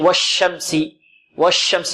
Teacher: ومخرج الشين من ماذا؟ من وسط اللسان، من وسط اللسان.